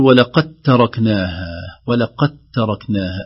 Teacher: الدال أضغمت في التاء